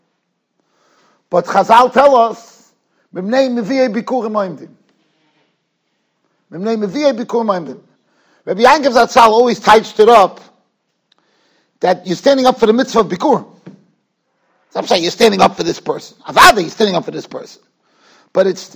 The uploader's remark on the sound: Shiur recorded in Yeshivas Ohr Reuven, Monsey, NY.